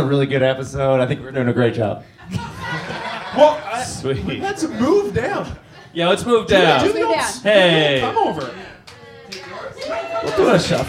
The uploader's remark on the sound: Live At Bad Dog